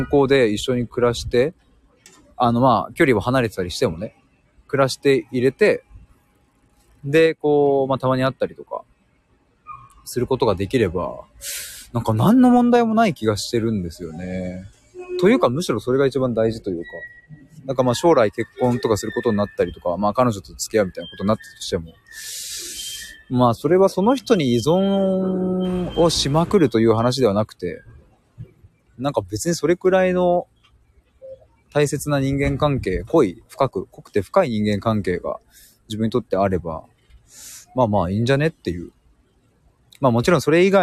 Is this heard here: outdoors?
yes